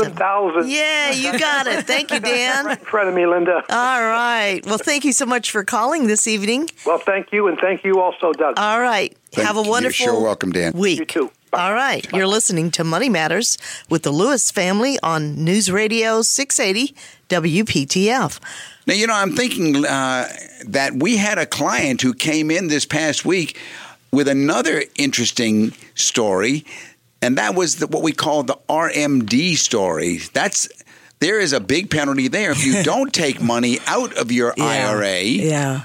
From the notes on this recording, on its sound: Financial planning call-in show.